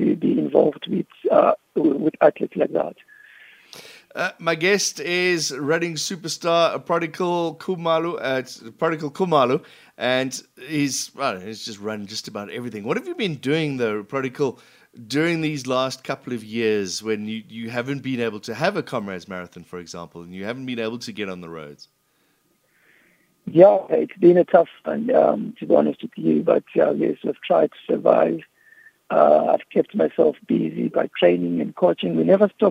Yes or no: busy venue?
no